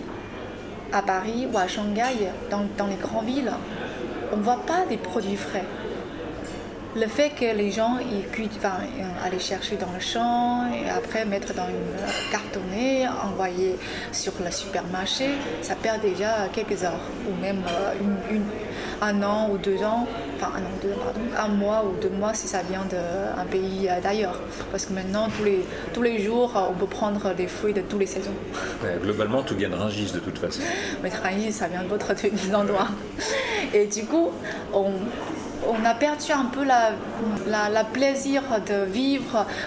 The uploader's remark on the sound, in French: Conversation enregistrée au Bar Lindbergh du Marriott Opéra Ambassador.